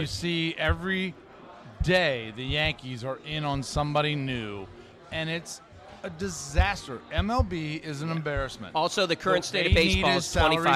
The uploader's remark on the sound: RECORDED LIVE at DC PRIME STEAKS in Ashburn VA.